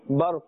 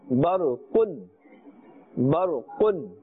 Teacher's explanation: if we are stopping, we will say barq. If we are continuing, we will say barqun, barqun. And then continue with whatever letters or words come thereafter. · Term: waqf